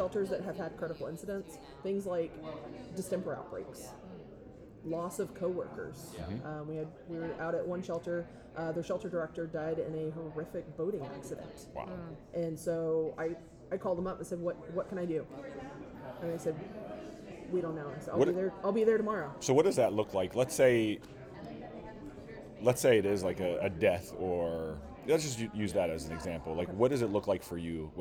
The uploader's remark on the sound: Live From the Texas Animal Control Association's 48th Annual Training with the Humane Educators of Texas.